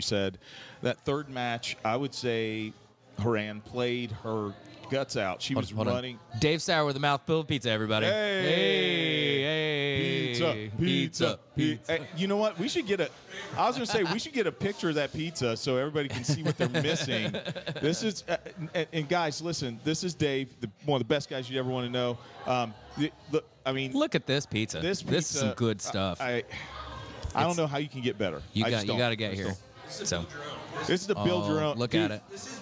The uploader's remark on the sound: live from Chatham Tap Fishers